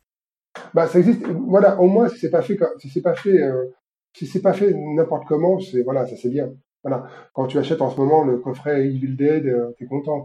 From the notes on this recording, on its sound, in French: répondre aux questions de nos auditeurs qui sont venus en direct sur notre Discord